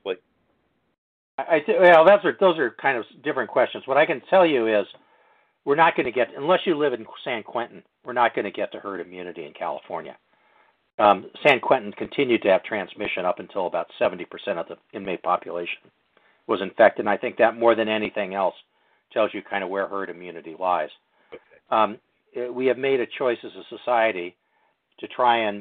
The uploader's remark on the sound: Telephone Town Hall - August 23